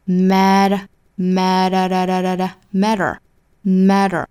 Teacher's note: 就是舌尖的位置在硬腭一弹而过